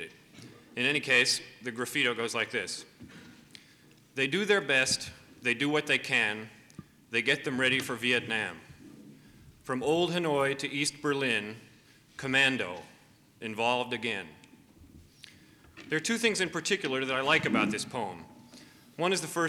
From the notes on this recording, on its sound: This is a confrence hosted by PEN America with a panel of Authors who have all written about the Vietnam War.